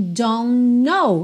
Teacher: Aqui, a gente não ouve, a gente tem don't know. Então, eu junto o N do don't com o N do know, já que a primeira letra do know, que é a letra K, é muda.